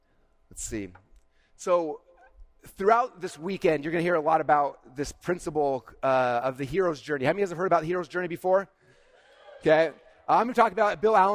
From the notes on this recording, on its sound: This was my keynote presentation at Funnel Hacking LIVE 2022